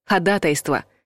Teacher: Согласно орфоэпическому словарю под редакцией Аванесова, это слово из судебной лексики правильно произносить с ударением на втором слоге.